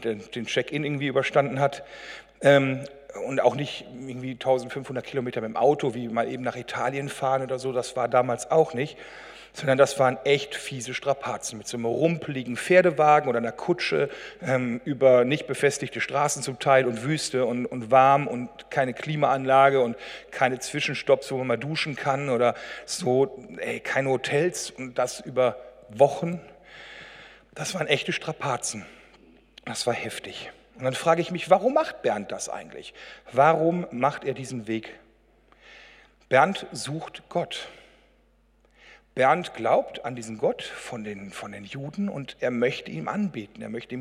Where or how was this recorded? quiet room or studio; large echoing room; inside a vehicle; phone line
large echoing room